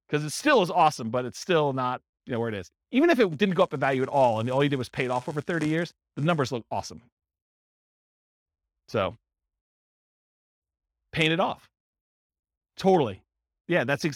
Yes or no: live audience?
yes